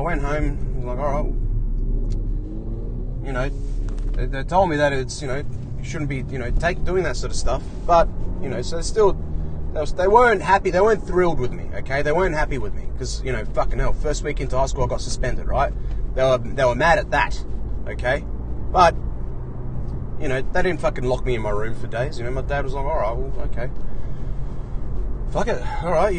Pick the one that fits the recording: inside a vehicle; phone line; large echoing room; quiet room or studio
inside a vehicle